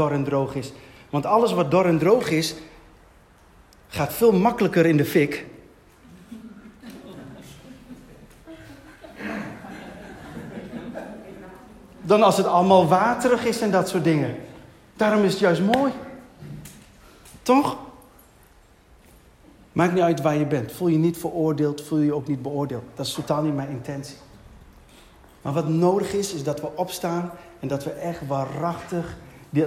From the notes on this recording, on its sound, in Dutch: Deze preek is opgenomen tijdens de eredienst van Christus Centraal Zwolle te Zwolle.